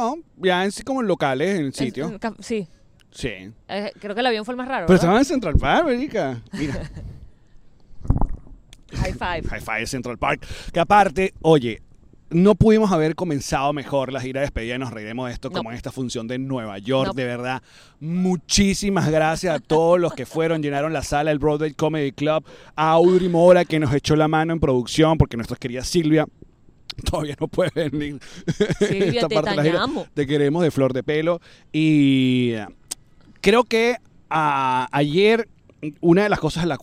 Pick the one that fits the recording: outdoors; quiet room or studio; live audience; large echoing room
outdoors